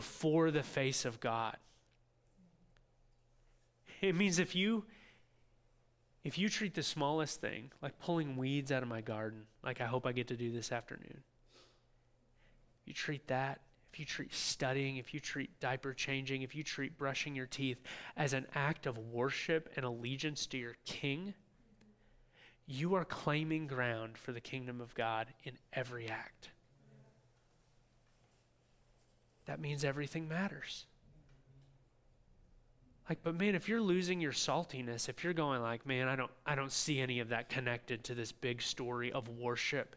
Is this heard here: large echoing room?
yes